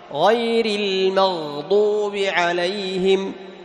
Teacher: سكون الغين، فصفة الرخاوة تساعده على إظهار الغين